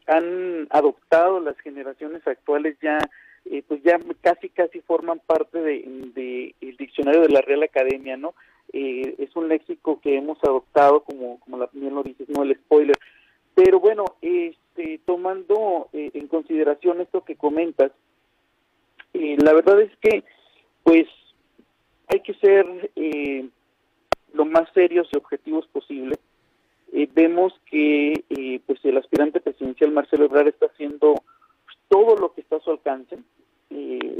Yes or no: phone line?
yes